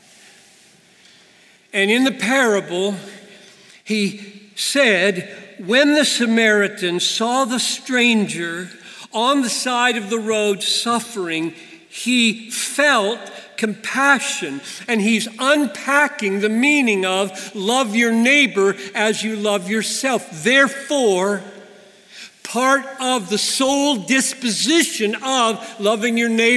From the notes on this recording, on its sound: preached this message at the 2019 Bethlehem College & Seminary commencement